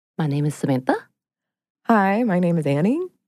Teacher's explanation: uptalk is the practice primarily associated with women of ending phrases and sentences on a higher note